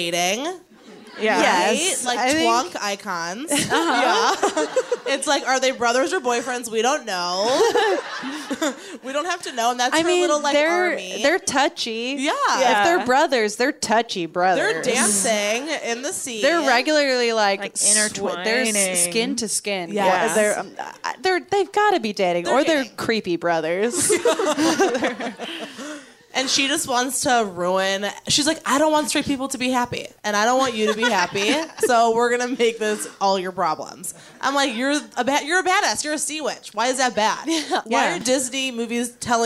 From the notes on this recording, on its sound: Recorded live at the Jewelbox Theater in Seattle!